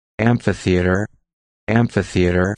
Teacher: Well, it's two syllables, so it's am with a p that you don't really get to because you're already in the f · Term: A little hint of a P